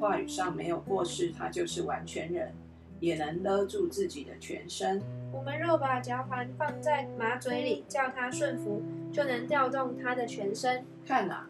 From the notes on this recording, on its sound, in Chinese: 今天換一個角度錄音，所以錄到許多刷刷刷的聲音，可惡啊！